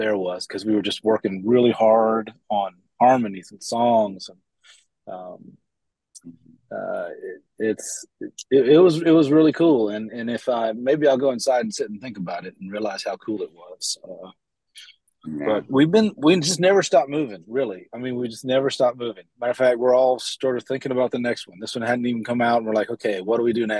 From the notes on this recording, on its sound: Chats over Zoom with two members of the Grammy award winning bluegrass band.